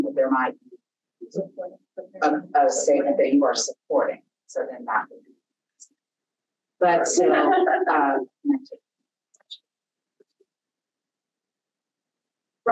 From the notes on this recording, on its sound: Audio is garbled due to technical difficulties.